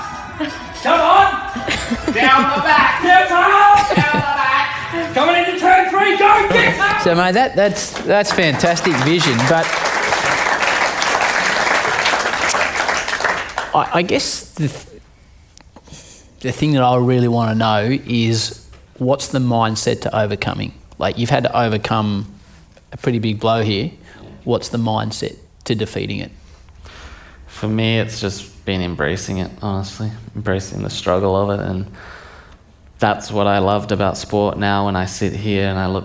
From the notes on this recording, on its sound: Recorded in front of a live audience (a first for the Howie Games).